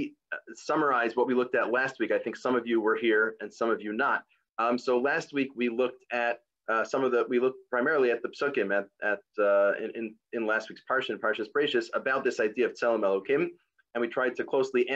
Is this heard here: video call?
yes